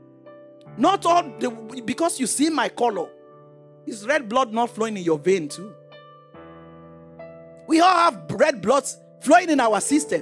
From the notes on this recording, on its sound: This teaching was extracted from our Live Church Service in Townsville